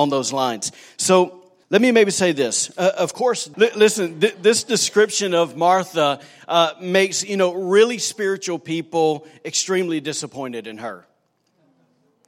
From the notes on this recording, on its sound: recorded on Sunday, November 10, 2019, during service at The Anchor Church in Rockport, Maine